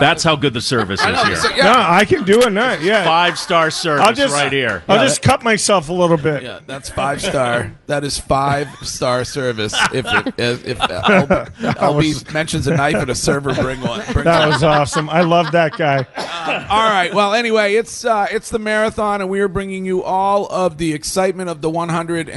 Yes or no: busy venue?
yes